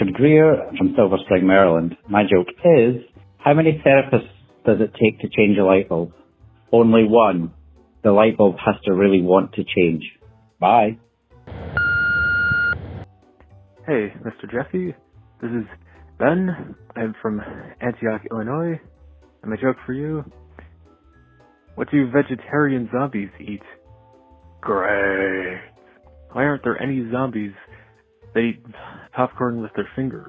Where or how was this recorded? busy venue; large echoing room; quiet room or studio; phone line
phone line